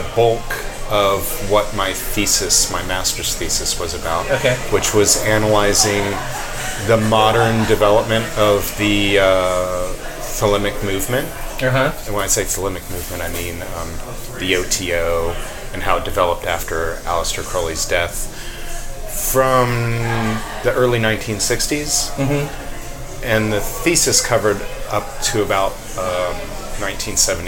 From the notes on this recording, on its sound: We recorded this episode at Hopworks Urban Brewery. We recorded this episode at Hopworks Urban Brewery and tried a number of their beers.